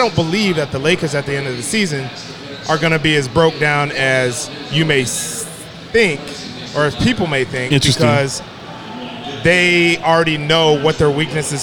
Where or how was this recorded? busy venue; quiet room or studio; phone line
busy venue